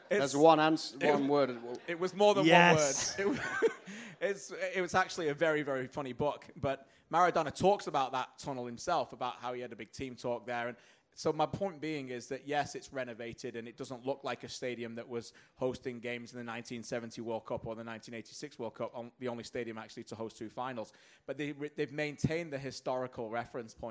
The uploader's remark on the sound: TSN panel at Footy Talk 5.